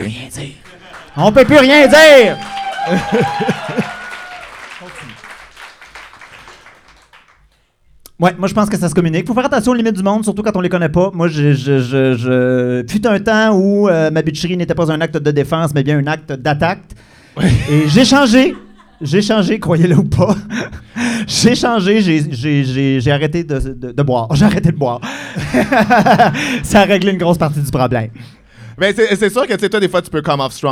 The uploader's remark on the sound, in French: Live devant pubis